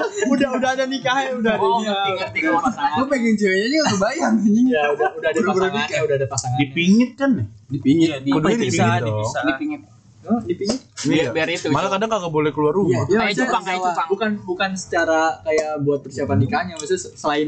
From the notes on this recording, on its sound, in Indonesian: Mic lupa dicolok, lagi